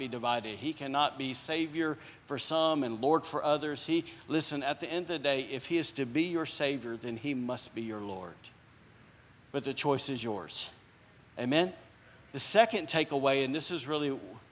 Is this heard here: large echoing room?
yes